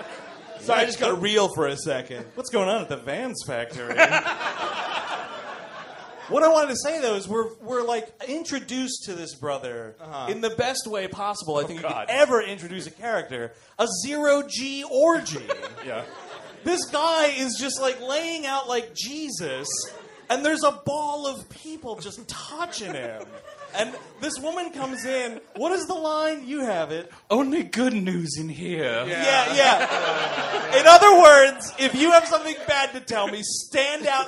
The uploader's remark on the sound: Recorded live in Brooklyn, June 11th, 2016. The gang heads to Union Hall in Brooklyn.